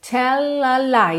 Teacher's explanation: Tell a lie. Já junta nesse L